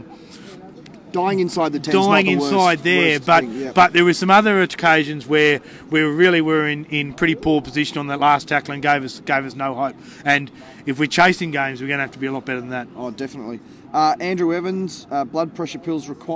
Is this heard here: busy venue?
yes